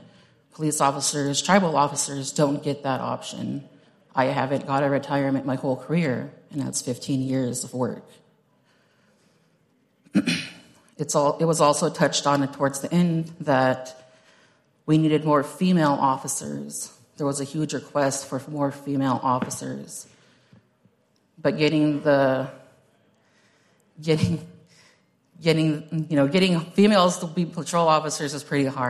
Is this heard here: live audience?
yes